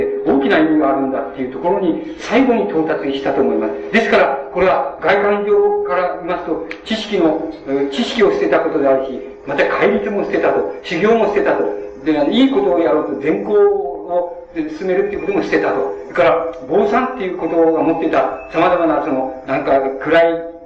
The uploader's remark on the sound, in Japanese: 主催：鹿児島県出水市泉城山・西照寺 場所：鹿児島県出水市泉城山・西照寺。第一回緑陰講座。音源は客席から録音されたもので 音質はあまりよくない。冒頭部分にはテープノイズあり。